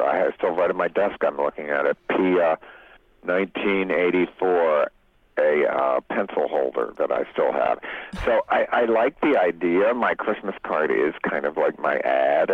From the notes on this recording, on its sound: called in from his home in Baltimore